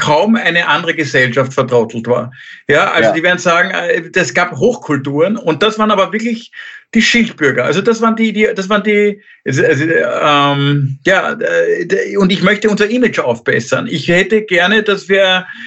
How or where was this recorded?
video call